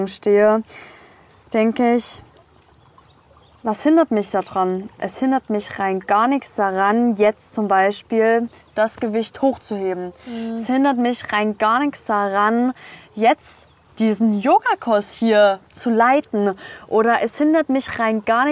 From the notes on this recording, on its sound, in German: Gemütlich am Meer haben wir eine super inspirierende Folge aufgenommen